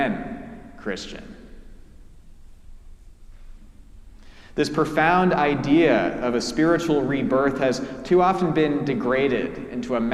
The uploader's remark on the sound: preached at our celebration of the Holy Eucharist on the Second Sunday in Lent